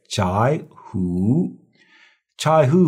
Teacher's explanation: These are both third tone. When you have two third tones in a row, the first one changes to second tone.